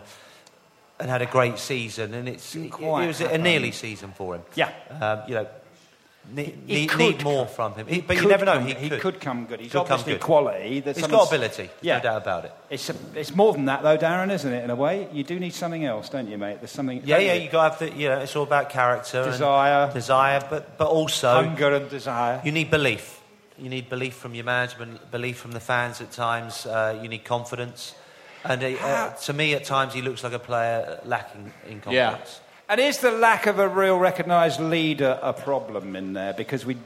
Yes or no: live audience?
yes